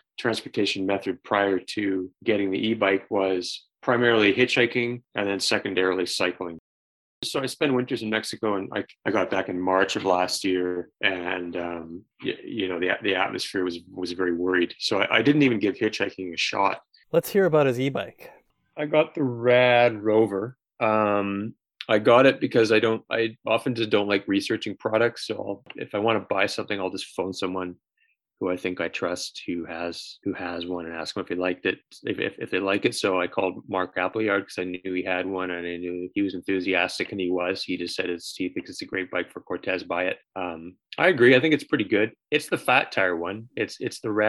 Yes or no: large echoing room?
no